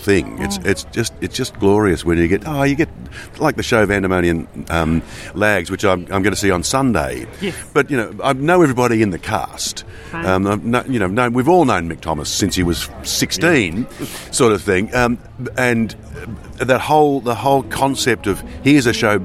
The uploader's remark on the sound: in the green room at the 43rd Port Fairy Folk Festival